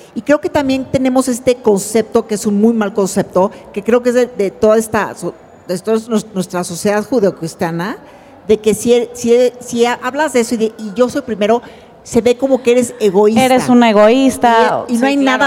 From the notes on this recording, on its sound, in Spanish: Dentro de la edición de What a Woman 2023. Este episodio fue grabado en vivo con muchas de ustedes frente a nosotras.